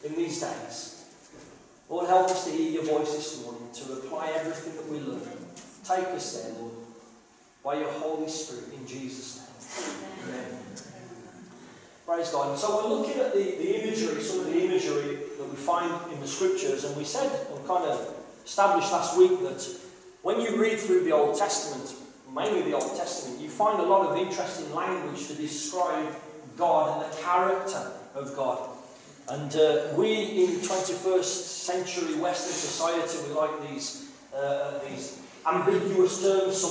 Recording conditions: poor sound quality